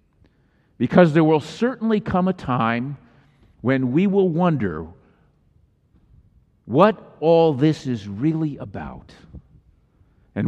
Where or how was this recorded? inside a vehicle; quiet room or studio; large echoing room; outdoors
large echoing room